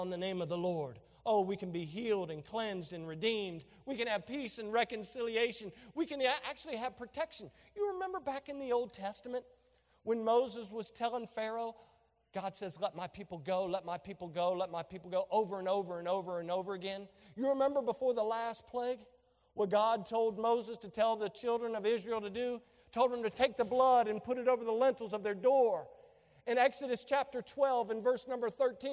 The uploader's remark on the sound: During a special Veterans Day Service